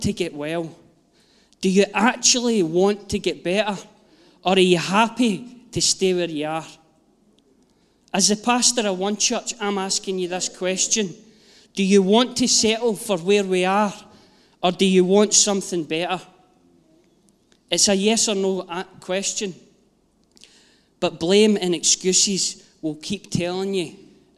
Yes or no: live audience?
yes